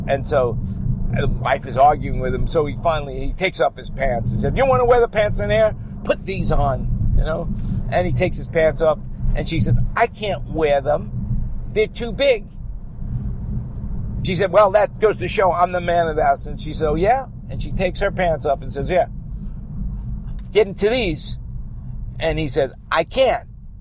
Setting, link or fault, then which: setting, inside a vehicle